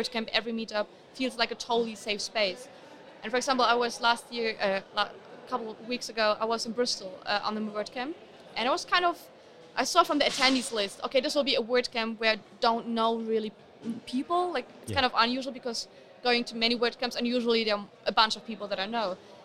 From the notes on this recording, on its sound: They are both interviews which were recorded in the corridors of WordCamp Europe, so apologies for the background noise.